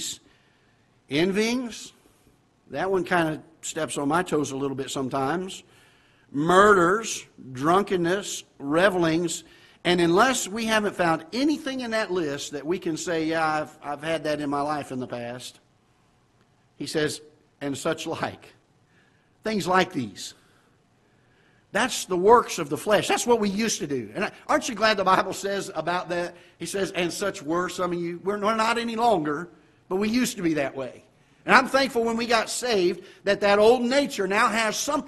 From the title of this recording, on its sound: Ketha Heights Baptist Church ~ Live Broadcast